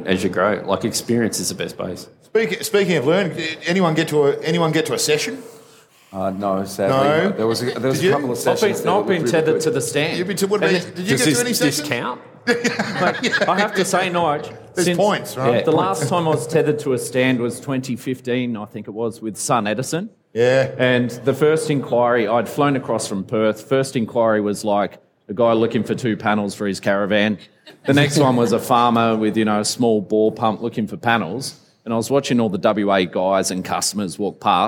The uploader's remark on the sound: Live from All Energy Australia